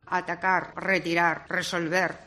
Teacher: en vez de utilizar los dos fonemas según la situación, solo utiliza la R fuerte